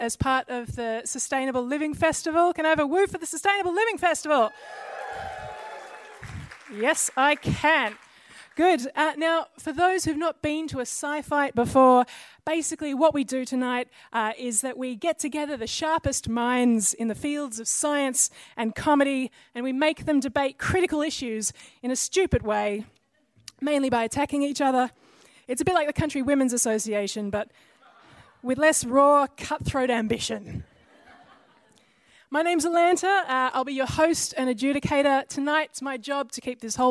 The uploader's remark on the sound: Sci-Fight hits Kalaide Theatre for this special National Sustainable Living Festival event!